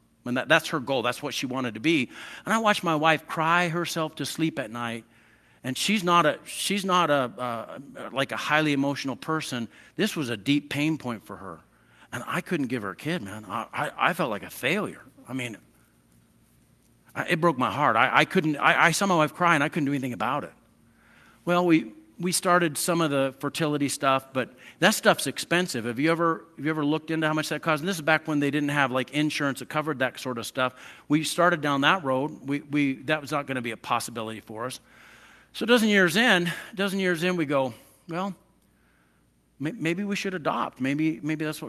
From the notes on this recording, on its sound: I preached this sermon at Twin Falls Church Of The Nazarene